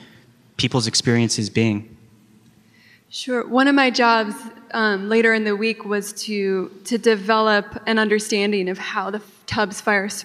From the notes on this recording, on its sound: Live Event. Interviewed those reporters at the live show The Fire Tapes, a joint event with Snap Judgment.